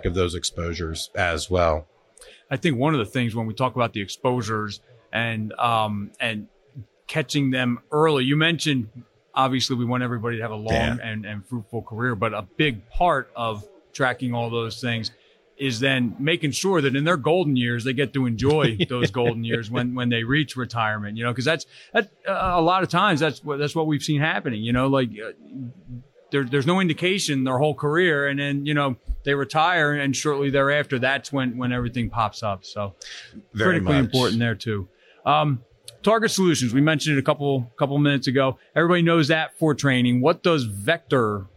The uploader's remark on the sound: Live at FDIC